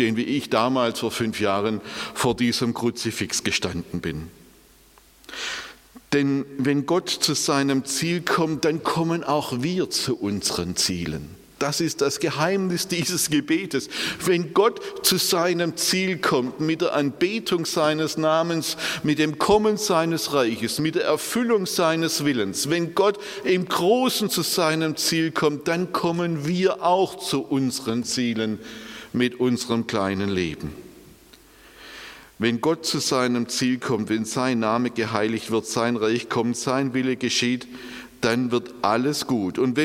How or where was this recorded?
large echoing room